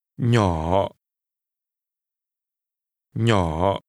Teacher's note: Little is pronounced with a falling, rising tone.